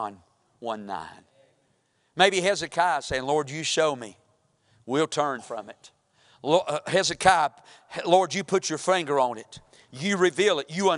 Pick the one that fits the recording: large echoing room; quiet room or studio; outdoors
large echoing room